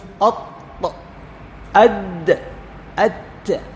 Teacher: لاحظ أين يذهب اللسان؟ يذهب إلى أصول الثنايا العليا، يذهب إلى جذور الثنايا العليا، تمام. · Term: الطاء والدال والتاء